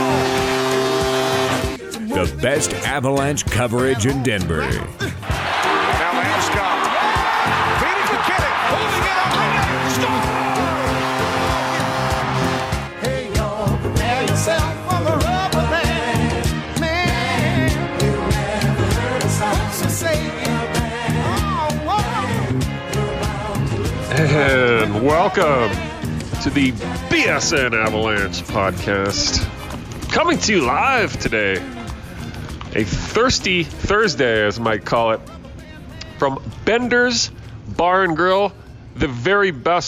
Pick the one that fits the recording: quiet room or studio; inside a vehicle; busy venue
busy venue